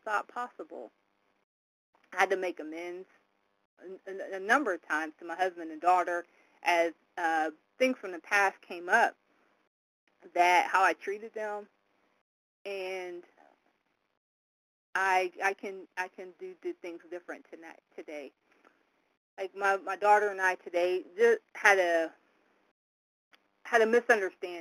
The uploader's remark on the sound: from the 100 Pounders Phone Meeting, date unknown